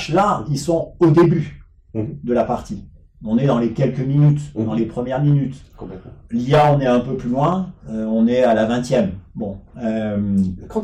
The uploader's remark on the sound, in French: Nous ne sommes pas encore à la hauteur de la qualité du son que nous souhaitons vos offrir en raison de quelques tests que nous menons.